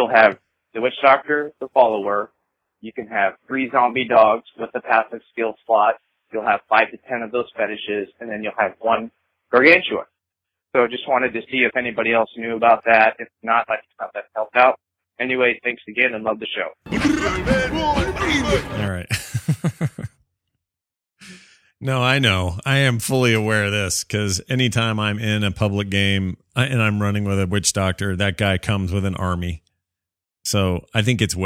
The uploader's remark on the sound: a CRAP ton of your calls